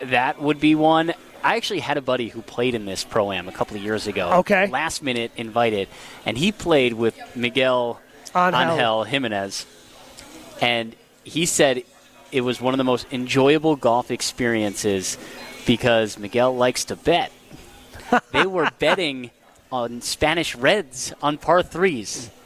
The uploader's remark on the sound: Live from the AMFAM Championship